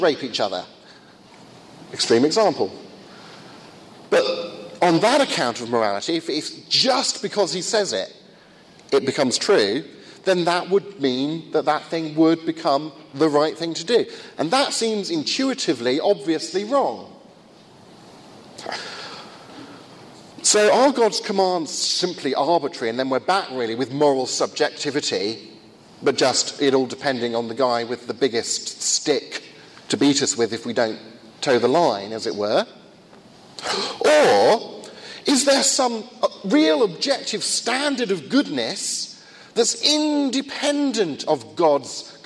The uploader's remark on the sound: First of two lectures at a conference in Finland